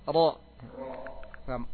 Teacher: Awas jangan rrr. Getarannya jangan lebih dari dua.